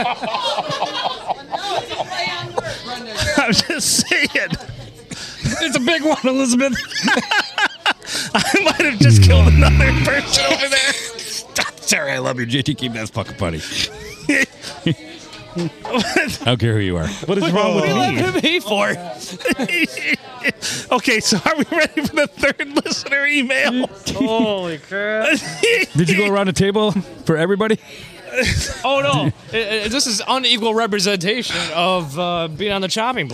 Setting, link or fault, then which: setting, busy venue